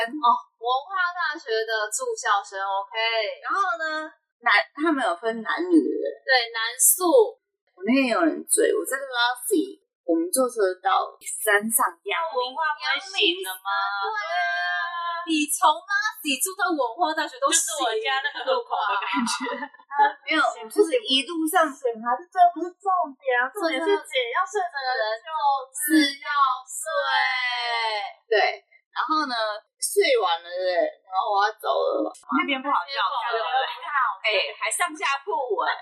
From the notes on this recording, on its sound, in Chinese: 多人錄音聲音品質較差請見諒